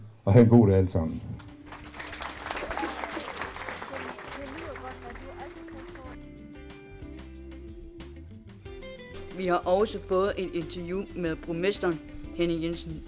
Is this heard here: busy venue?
yes